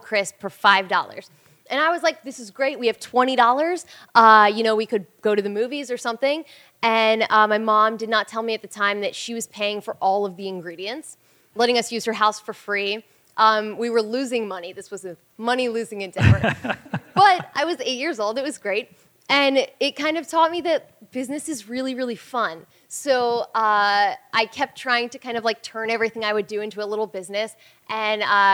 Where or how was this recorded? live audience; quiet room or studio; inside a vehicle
live audience